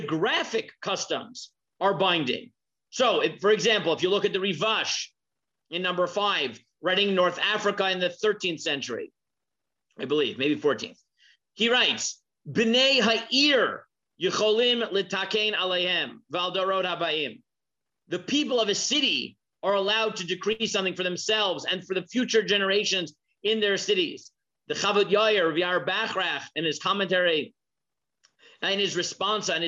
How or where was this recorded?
video call